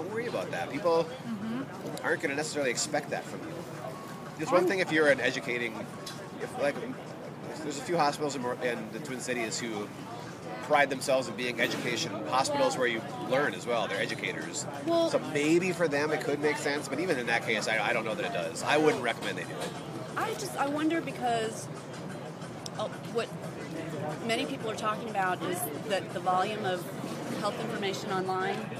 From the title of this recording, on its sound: Live from SHSMD